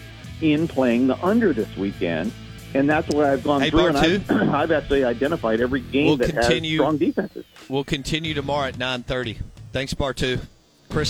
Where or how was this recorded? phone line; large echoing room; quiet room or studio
phone line